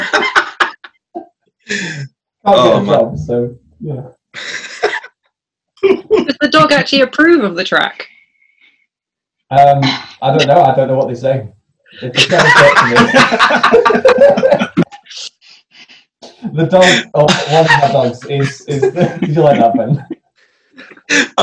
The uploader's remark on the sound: Recorded on Zoom